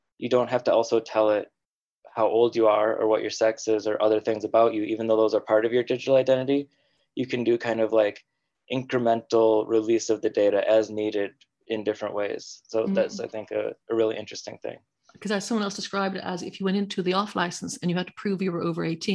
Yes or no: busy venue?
no